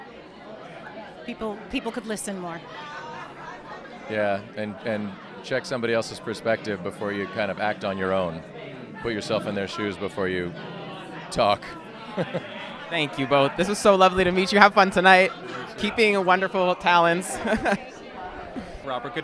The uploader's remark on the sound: LIVE from Fat Ham Broadway Opening! On the Fat Ham Broadway opening night red carpet.